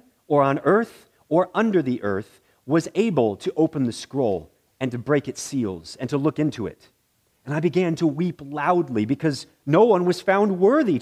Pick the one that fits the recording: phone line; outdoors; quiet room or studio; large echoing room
large echoing room